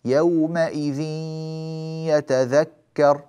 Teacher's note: لاحظوا أن الغنة تدخل في الياء فقط